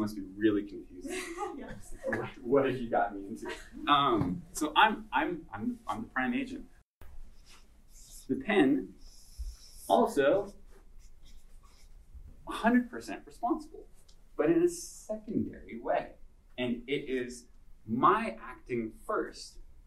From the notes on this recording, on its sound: This lecture was given at the University of Washington on January 27, 2023.